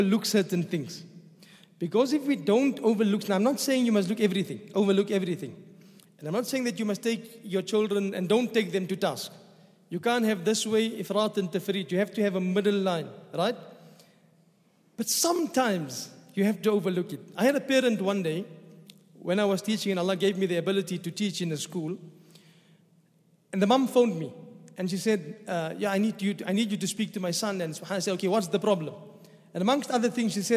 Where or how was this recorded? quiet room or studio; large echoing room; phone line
large echoing room